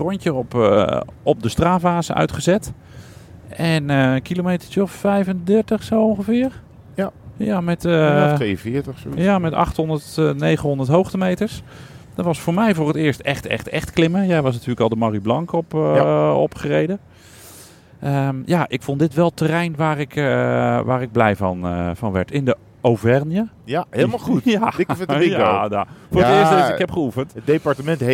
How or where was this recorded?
inside a vehicle